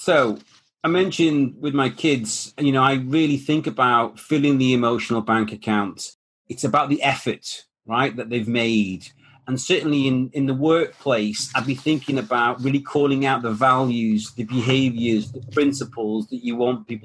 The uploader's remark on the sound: the webinar that this podcast has been sourced